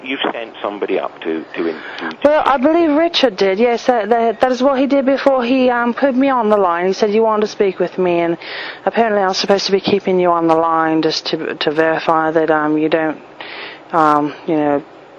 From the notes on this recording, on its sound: RBCP's Personal Prank Phone Calls Collection